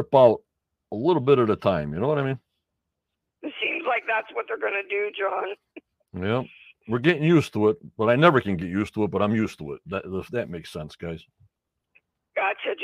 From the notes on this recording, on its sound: ON THE PHONE